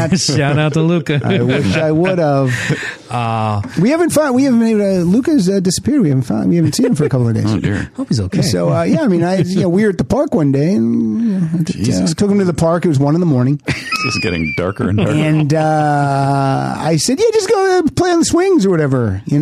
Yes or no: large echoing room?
no